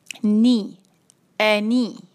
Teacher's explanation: نون پہ ہے کسرہ، اس کی آواز کو ہم باریک کریں گے